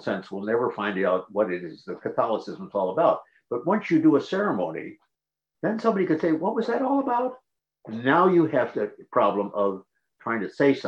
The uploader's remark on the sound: This event is presented by the Lumen Christi Institute Forum on the Church in Higher Education as part of its Liberal Arts Colloquium. This event was presented as a live webinar.